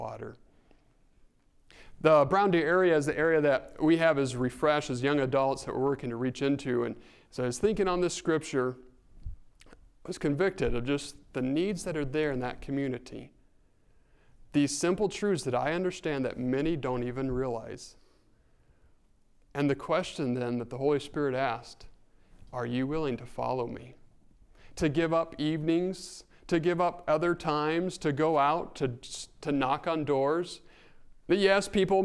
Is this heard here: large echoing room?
yes